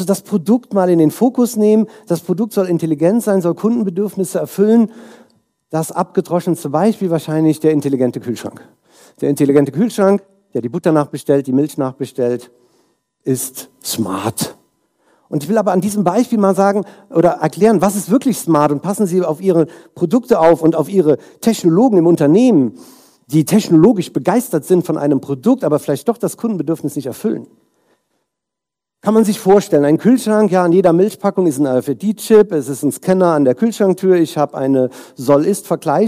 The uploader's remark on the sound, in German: Inhalt der Folge ist ein Keynote-Mitschnitt